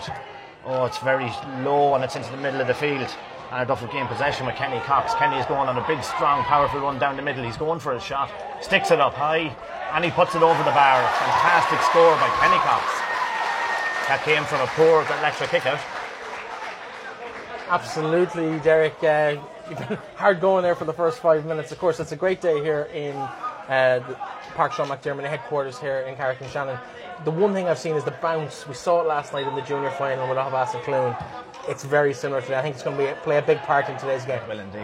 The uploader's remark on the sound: Live first half commentary from Avantmoney Pairc Sean MacDiarmada